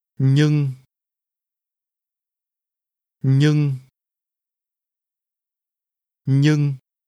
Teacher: This is pronounced with a mid-level tone.